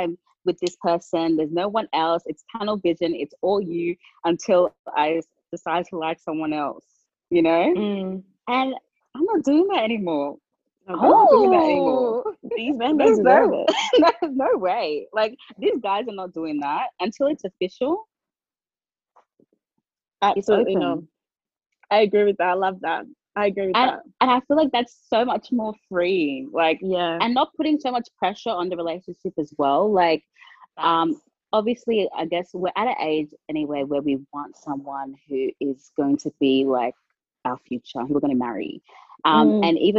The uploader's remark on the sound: As Sydney remains in lockdown we bring you another zoom version of the podcast express episode.